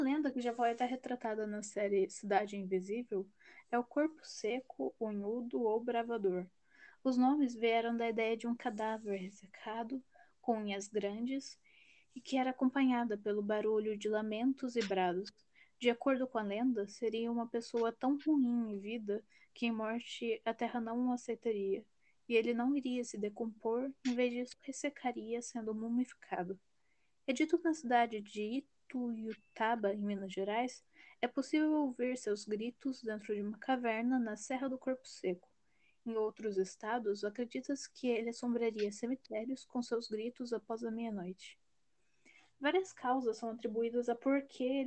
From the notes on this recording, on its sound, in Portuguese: Aviso: Há variações no volume do áudio.